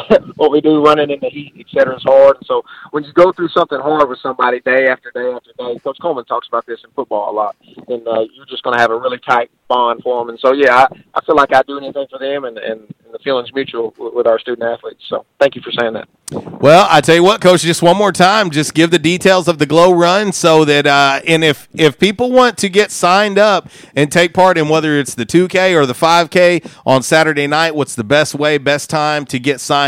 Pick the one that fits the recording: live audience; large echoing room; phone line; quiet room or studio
phone line